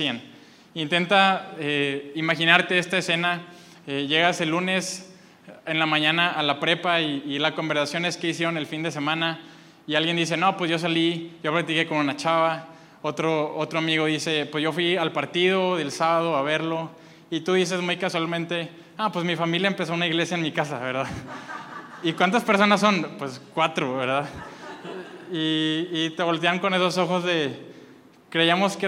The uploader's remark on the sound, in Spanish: Este mensaje fue grabado el domingo 25 de febrero desde Aliento en Monterrey, NL.